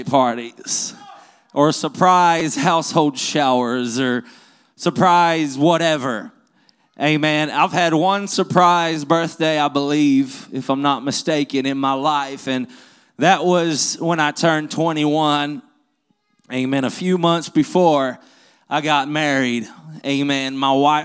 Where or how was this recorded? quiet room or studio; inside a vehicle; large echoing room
large echoing room